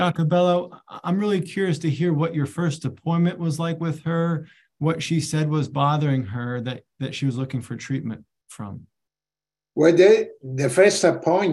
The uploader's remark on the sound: This episode features the audio from one of the ACO case presentation series webinars